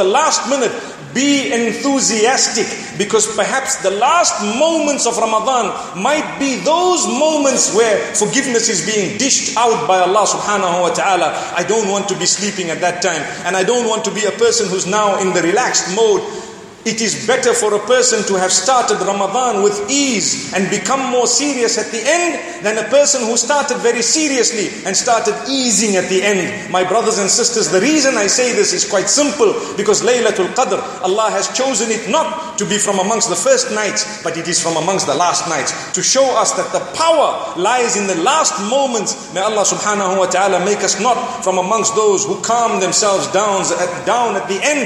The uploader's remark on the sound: Delivered at University of Technology Malaysia